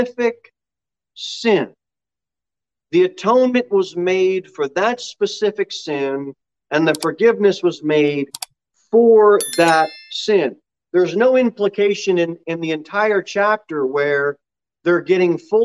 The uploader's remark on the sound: Sermon delivered at Pilgrim Baptist Church on Sunday, April 18, 2021, at 6:15 pm.